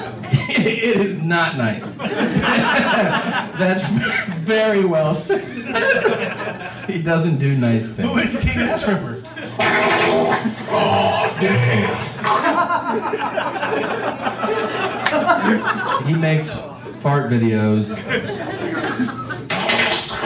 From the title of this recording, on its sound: Live From Vancouver